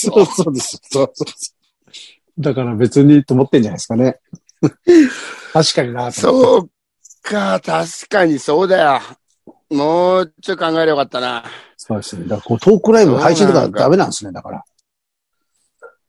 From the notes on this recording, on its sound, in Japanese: ZOOMより配信